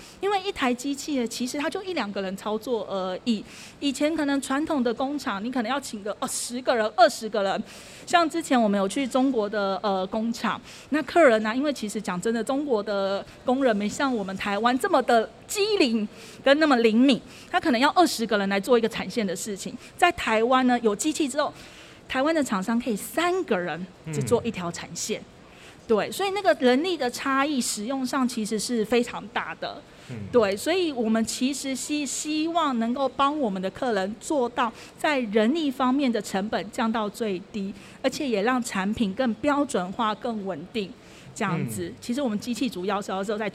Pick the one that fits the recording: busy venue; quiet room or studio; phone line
busy venue